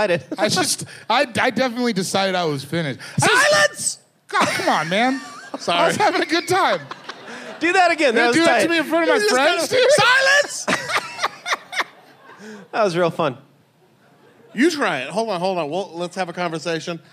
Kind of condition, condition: setting, live audience